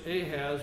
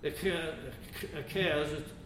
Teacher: It says, when Ahaz, we would pronounce it in English Ahaz, but really the word is Achaz. The H is soft in English, but it's really a CH sound · Shown in: second take · which is the Kahet.